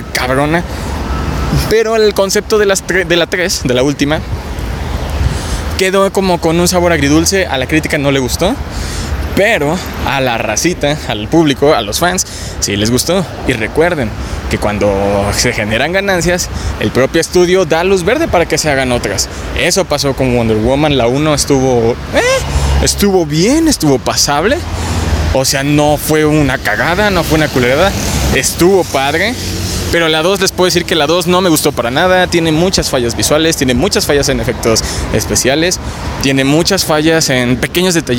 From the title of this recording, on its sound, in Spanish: Grabado en Avenida Paseo de la Reforma